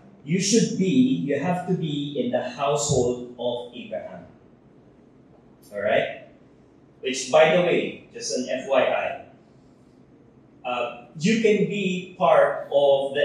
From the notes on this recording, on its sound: Technical issues have affected audio quality.